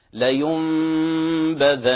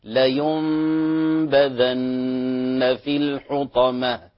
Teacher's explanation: لينبذن إقلاب ويغن بمقدار حركتين، لاحظ عليها ميم لينبذن يعني من غير فجوة ومن غير إطباق بكز خفيف لينبذن في الحطمة، والله تعالى أعلم.